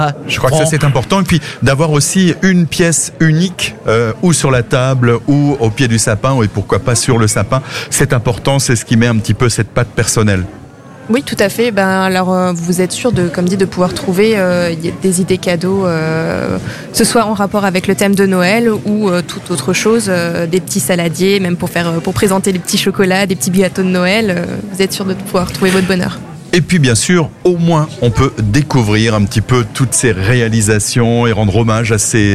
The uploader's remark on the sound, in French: En direct depuis le caveau saint-Barbe à Sélestat.